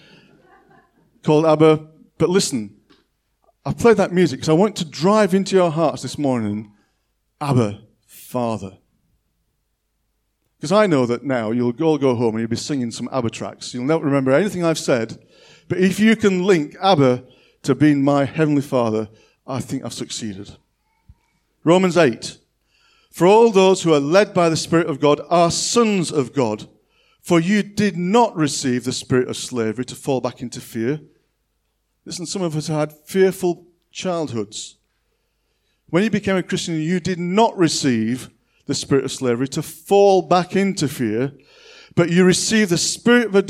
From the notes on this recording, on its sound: On 10th October 2021 at King's Church, Cockermouth. At King's Church, Cockermouth, as an audio file.